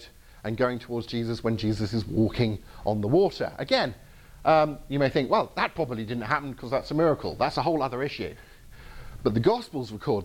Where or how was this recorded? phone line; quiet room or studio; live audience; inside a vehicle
live audience